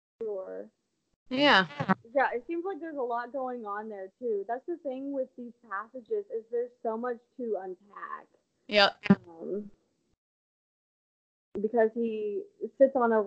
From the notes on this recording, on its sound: I apologize for the sound quality of this episode!